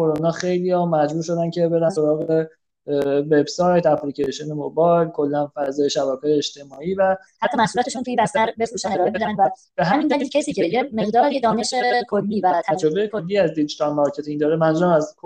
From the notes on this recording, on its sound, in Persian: جلسه پایانی چهارمین بوتکمپ دیجیتال مارکتینگ آکادمی اینفوگرام به مبحث پادکست اختصاص داده شد. این اپیزود به صورت زنده و آنلاین ضبط شده است و افراد حاضر در گفتگو در سه نقطه مختلف حضور داشتند.